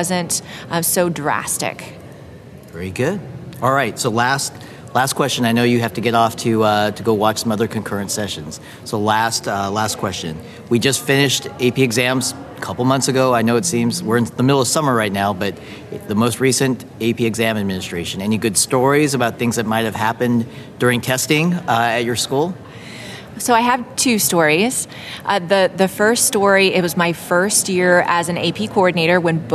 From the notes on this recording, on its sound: Live at the AP Annual Conference. Live from the AP Annual Conference in Seattle, WA. In this collage of short interviews.